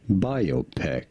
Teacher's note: Stress on the first syllable, yeah, on the bi syllable, biopic. He's saying peck.